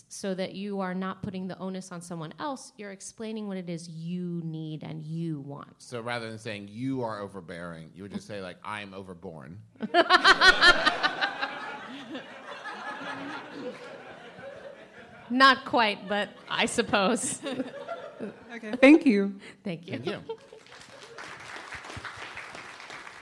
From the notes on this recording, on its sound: This is PART TWO of our two part episode recorded LIVE at Sketchfest 2018!